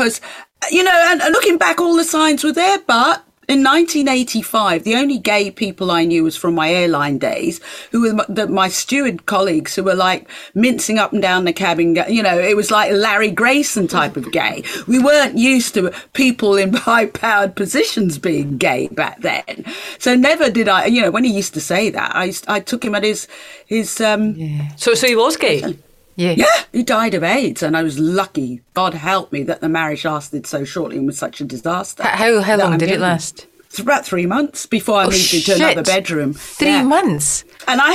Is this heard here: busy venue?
no